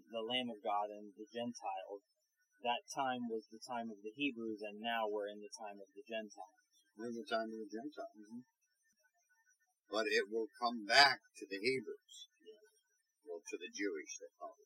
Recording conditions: poor sound quality